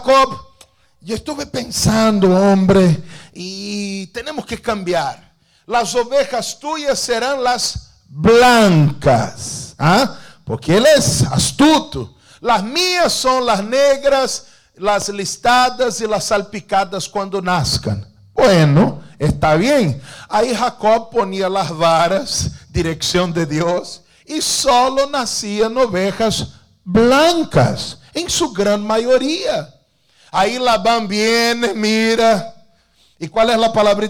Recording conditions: large echoing room